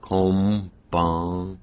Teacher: But the way that N, M, NG consonant is articulated depends upon where it is in the word. If it's followed by a B-like sound, like in konbanwa, it's going to be like an M. · Term: nasal consonant